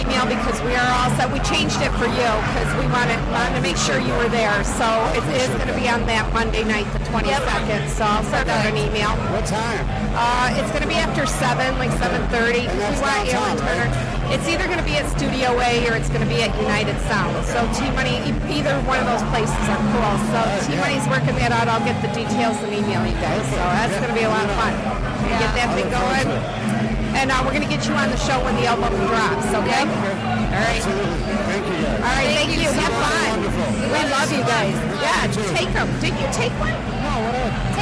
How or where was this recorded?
busy venue